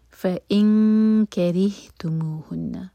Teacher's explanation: فإن میں جو نون ہے اس کی آواز کو چھپائیں گے، دو سیکنڈس کا ٹائم دیں گے. فإن کرہتموہن، نون پر غنہ.